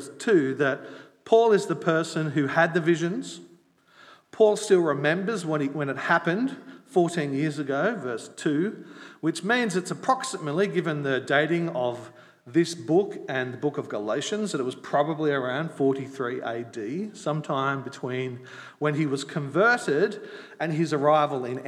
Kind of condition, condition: setting, large echoing room